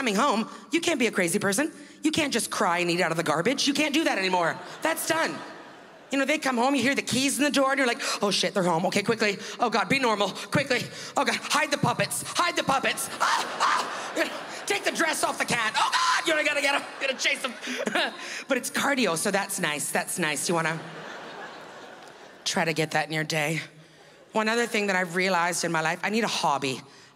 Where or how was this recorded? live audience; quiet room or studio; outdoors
live audience